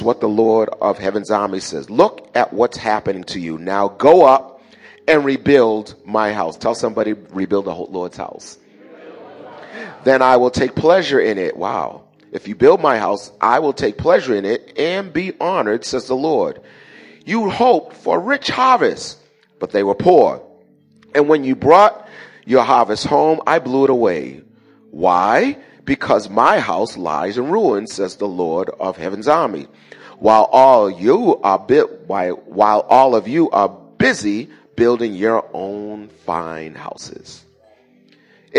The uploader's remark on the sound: Recorded at the 08:30am Service on 2017-05-07.